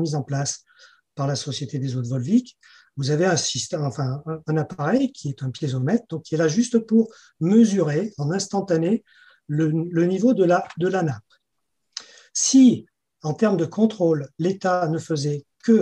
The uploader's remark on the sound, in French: 9 avril 2021 en visio